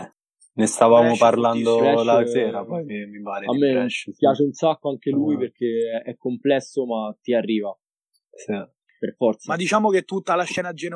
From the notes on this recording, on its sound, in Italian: Episodio registrato da remoto